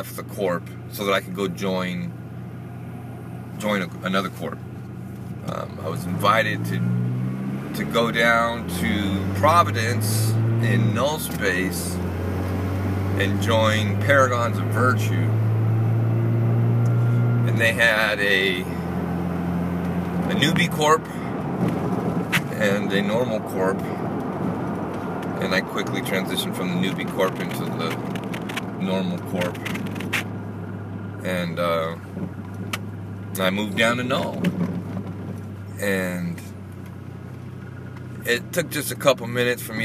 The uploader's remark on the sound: a test recording in my truck